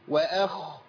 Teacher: الهمزه مرققه والخاء لازم يمشي فيها صوت زي الغين